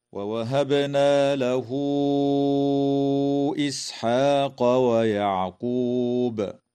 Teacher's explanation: فقوله تعالى: ووهبنا له إسحاق ويعقوب، تقلقل الباء في كلمة ووهبنا، وتوصل هاء الضمير في قوله تعالى له إسحاق بواو تمد وصلا من قبيل مد الصلة الكبرى بمقدار 4 أو 5 حركات كالمد المنفصل. ويجوز الوقف على كلمة ويعقوب من قبيل الوقف الحسن مع وجوب قلقلة الباء وقفا